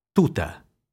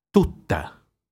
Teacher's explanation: Coppia di opposizione minimale. T, esplosiva dentale semplice, doppia T, esplosiva dentale geminata